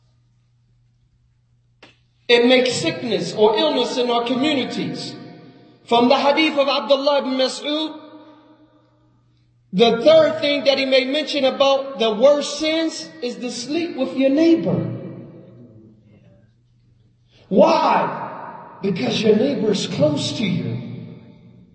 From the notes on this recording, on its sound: Lecture given at Masjid Nur Allah, Queens, NY